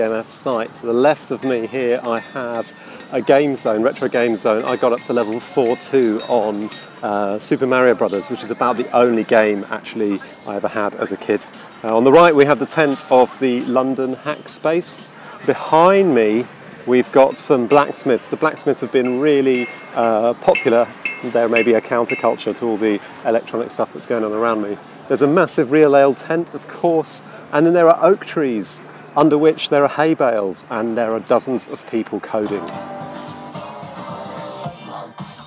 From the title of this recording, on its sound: recorded at EMF camp